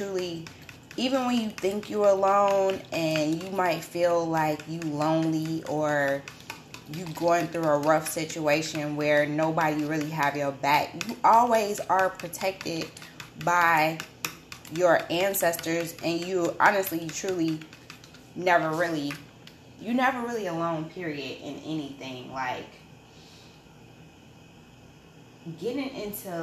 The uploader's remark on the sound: Excuse the background noise I was cooking